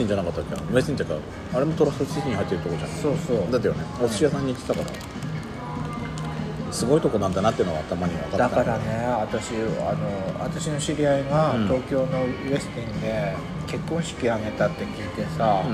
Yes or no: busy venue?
yes